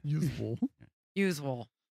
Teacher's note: But usual is a zh sound, not a shh sound.